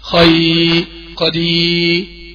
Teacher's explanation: الياء المادية هي الياء اللين، الياء اللين يا جماعة دي عند الوقف بتصبح ياء مادية